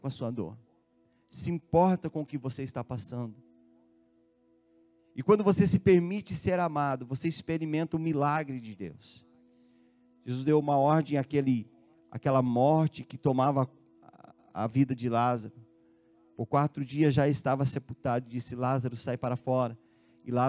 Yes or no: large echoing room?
yes